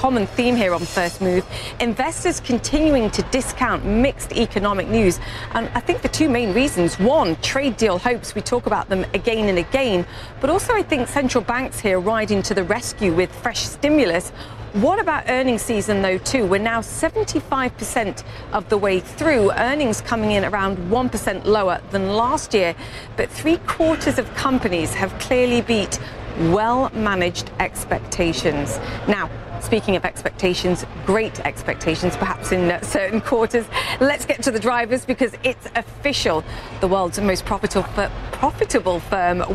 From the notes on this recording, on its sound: live from the New York Stock Exchange